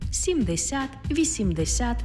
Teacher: У числівниках, які закінчуються на 10, наголос падає на останній склад, тобто 70, 80 і так далі.